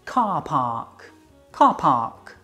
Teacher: Don't pronounce the R's, it's not Carpac. Lengthen those vowel sounds and pronounce it car park.